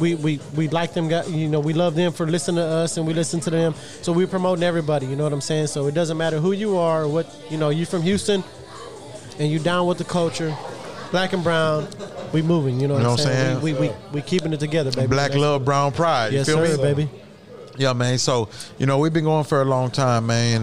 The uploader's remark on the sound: RECORDED LIVE FROM TEXAS TAILGATE.